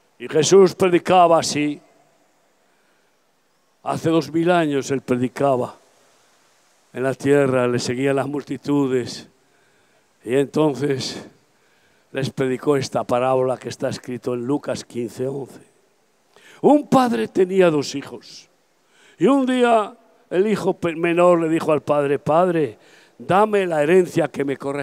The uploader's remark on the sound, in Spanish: Predicación al aire libre. Campaña evangelística grabada el 27 de Abril 2023 en Valencia - España.